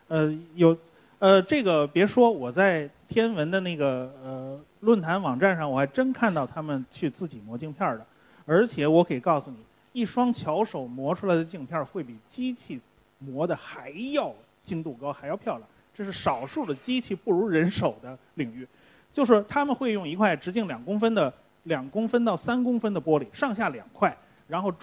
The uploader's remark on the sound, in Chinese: 墨子论坛·科学声音深圳演讲会：现场互动问答